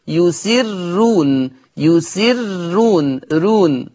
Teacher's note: قرأ ورش بترقيق الراء في لفظ يسرون، ليه؟ لأن هذه الراء مضمومة ومسبوقة بكسر، فيقرأ ورش بالترقيق يسرون، يسرون رون، يرقق ورش الراء.